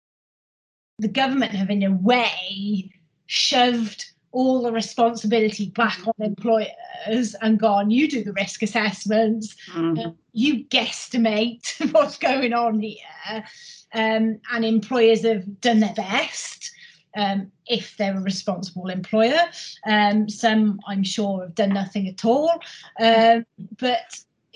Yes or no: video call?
yes